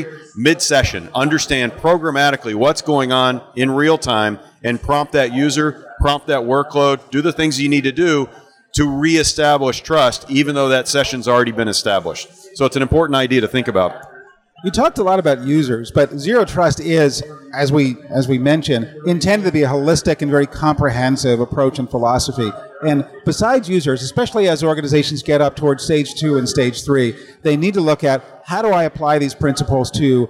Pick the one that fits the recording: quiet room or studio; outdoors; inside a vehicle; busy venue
busy venue